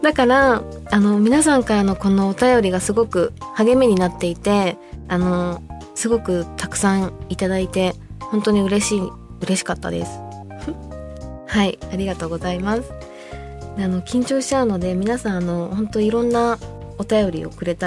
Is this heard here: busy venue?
no